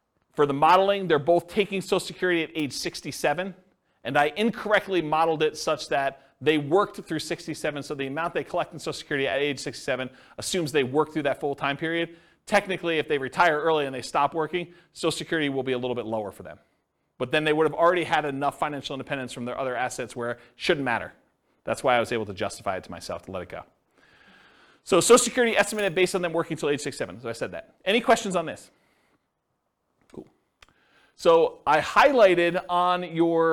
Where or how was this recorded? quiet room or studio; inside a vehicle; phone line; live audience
live audience